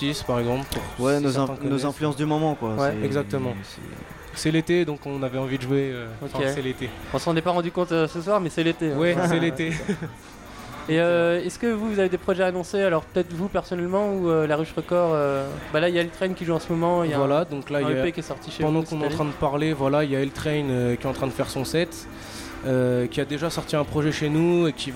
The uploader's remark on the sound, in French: Pour l’occasion, nous avons réalisé l’émission en direct de LaPlage de Glazart, en prolongeant jusqu’à minuit pour retransmettre les lives de la soirée.